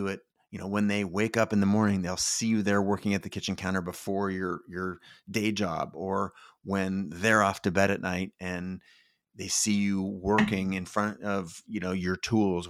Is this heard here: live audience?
no